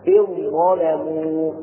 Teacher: وأيضا الذال في الواء مثل إن ظلموا، فلا ننطق ذالا ولكن نحذفها وننطق بالظاء مشددة · Term: إدغام